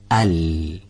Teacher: این حرف مثل لام فارسی به واسطه اتصال سر زبان به لثه دندانهای نیش و پیشین بالا از کنارهای زبان به تلفظ در میاد. هنگام تلفظ حرف لام سر زبان به لثه دندانهای نیش و پیشین بالا به آرامی برخورد میکنه و راه عبور هوا رو از این ناحیه مسدود میکنه و مسیر خروج حرف رو به طرف کنارهای زبان منحرف میکنه و لذا از تنگه باریکی که بین دندانهای آسیای کوچک بالا و کناره زبان، البته از یک طرف یا از هر دو طرف هم باشه مانعی نداره، به وجود میاد و بدون سایش هم خارج میشه.